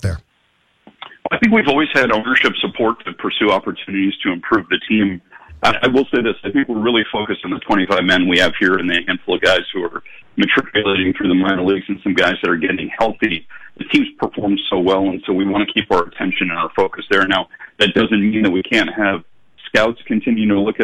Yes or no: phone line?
yes